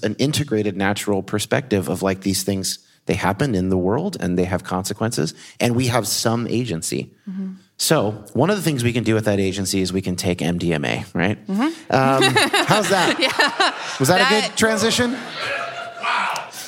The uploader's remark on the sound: in Seattle Live to kick off the YHP mini-con